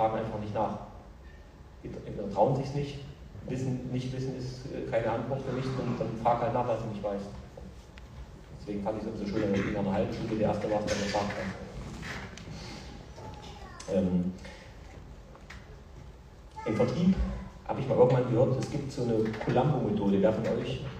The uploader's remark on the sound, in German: Sein authentischer Vortrag am Wochenende. Leider ging das Mikrofon nicht und die Soundqualität ist relativ schlecht und ihr hört meine wunderbare Lache immer wieder haha...